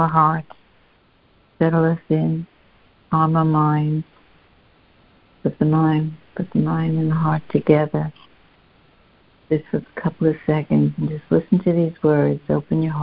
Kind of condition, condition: link, phone line